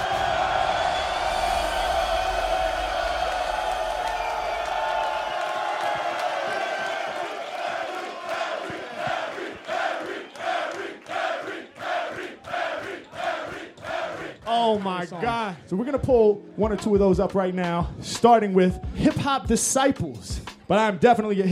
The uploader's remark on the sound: LIVE in Zurich.